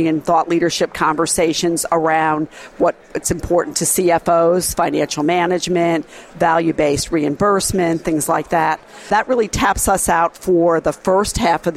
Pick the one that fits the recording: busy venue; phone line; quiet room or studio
busy venue